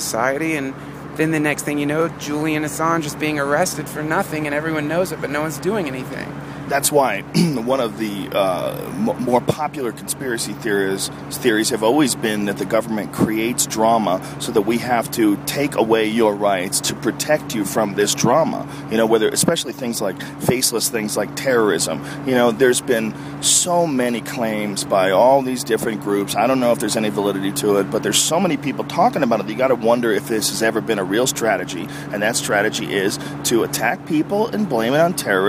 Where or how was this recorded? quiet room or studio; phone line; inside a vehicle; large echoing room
inside a vehicle